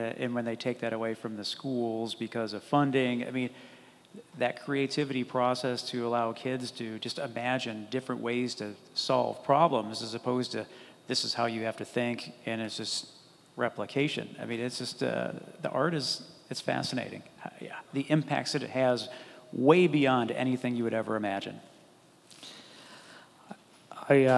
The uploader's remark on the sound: This episode is part two of three Fervent Four Show episodes that were recorded at the Mighty Dream Forum.